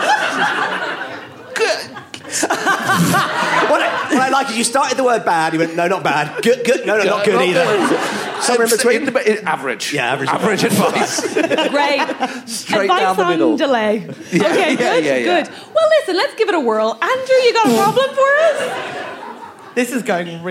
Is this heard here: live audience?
yes